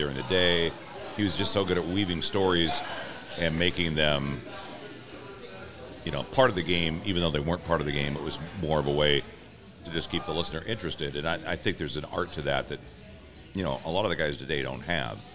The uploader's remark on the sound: Recorded at Murphy's Pub on 45th in Wallingford!